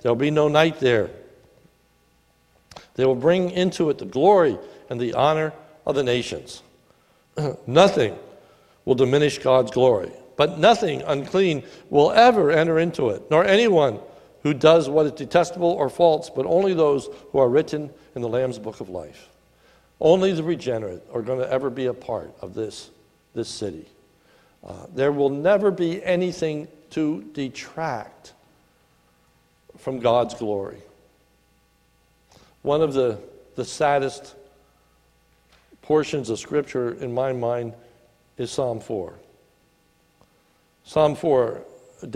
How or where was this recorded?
large echoing room